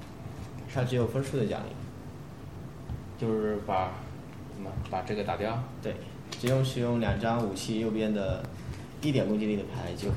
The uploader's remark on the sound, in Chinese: 在Joypie的实体店体验了一把《命运之手：严酷的试炼》，并把当时游戏的现场以音频形式带给大家！